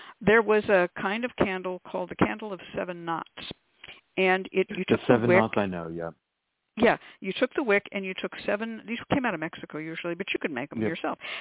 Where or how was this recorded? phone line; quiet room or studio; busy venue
phone line